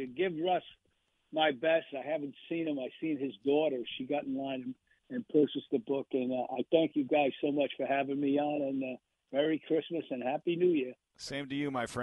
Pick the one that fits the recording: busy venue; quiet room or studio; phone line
phone line